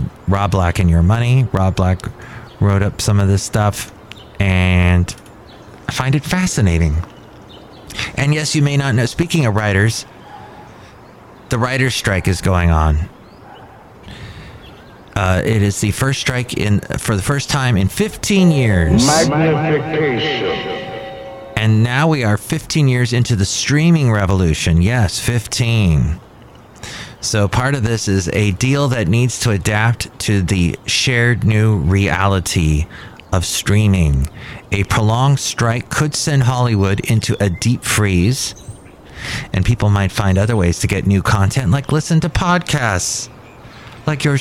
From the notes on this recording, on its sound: Podcasts live from Café Anyway.